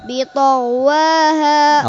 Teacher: الطاء أقوى الحروف إطباق واستعلاء وقلقلة أقوى الحروف وجاهر